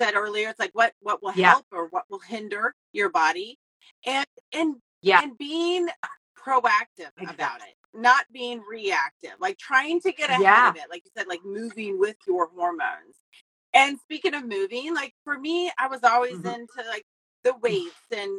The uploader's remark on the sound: Enjoy the replay of The Midlife Makeover Show Live on Instagram